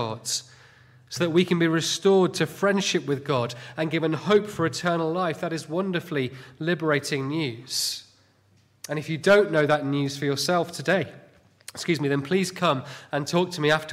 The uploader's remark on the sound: Sunday morning sermon